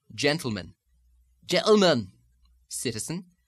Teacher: The glottal stop is the sound of the closing of the vocal folds in place of the medial T, sound, where you stop the sound with the chords instead of making the T plosive with the tongue. · Term: Scottish glottal stop